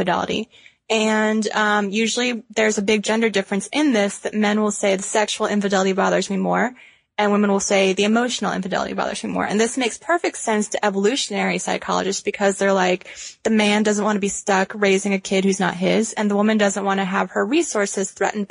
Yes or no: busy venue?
no